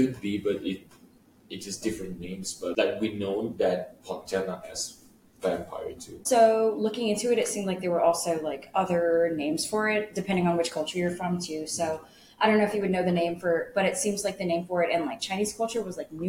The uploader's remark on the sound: Please excuse our microphone quality this week, we are still traveling!